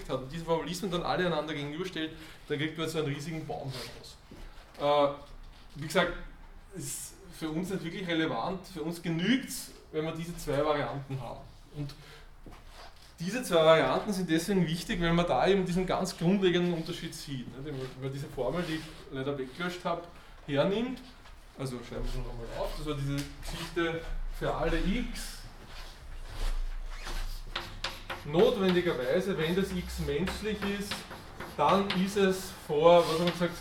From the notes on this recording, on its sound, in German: Diese Vorlesung wurde von Studierenden aufgenommen